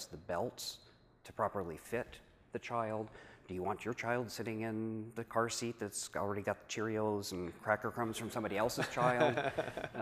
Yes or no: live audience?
yes